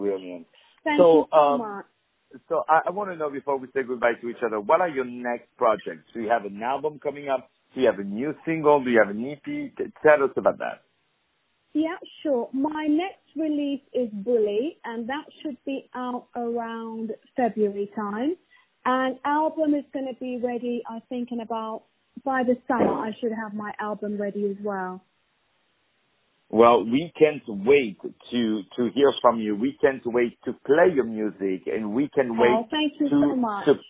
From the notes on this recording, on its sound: On the phone.